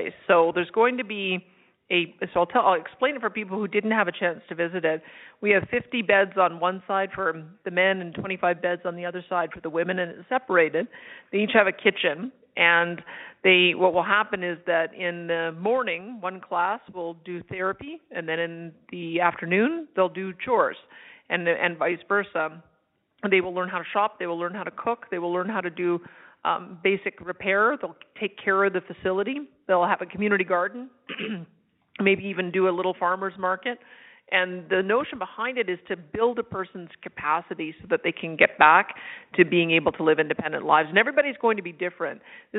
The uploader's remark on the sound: Budget 2023 Telephone Town Hall. Held an interactive telephone town hall.